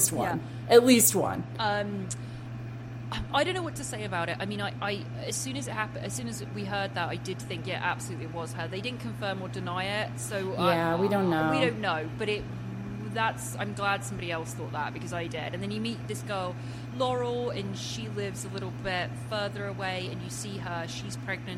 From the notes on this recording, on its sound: We apologize for a bit of background noise in the episode!